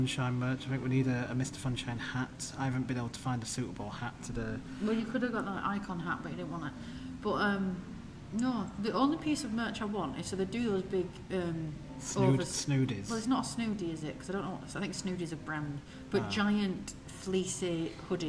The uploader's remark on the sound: AT THE PARK: Blackpool Pleasure Beach Valhalla Special. FROM BLACKPOOL PLEASURE BEACH. Record an episode from the park. Enjoy the sounds of the park in this immersive episode.